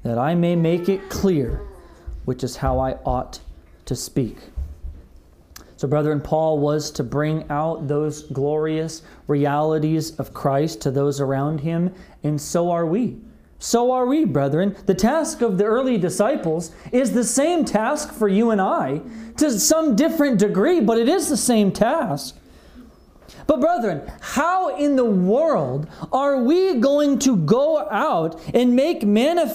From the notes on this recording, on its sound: This message was delivered on February 21st, 2021 at Redeemer Community Church